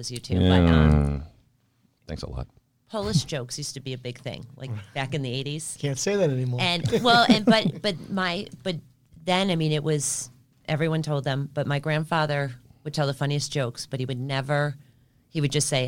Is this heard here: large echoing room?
no